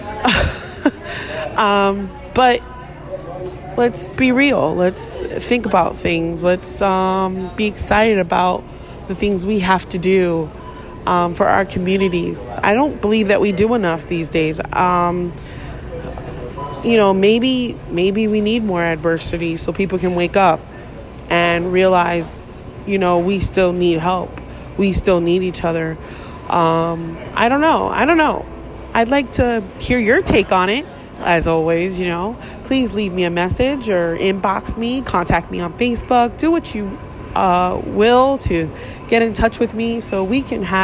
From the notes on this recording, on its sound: Listening to the sweet sounds my son makes.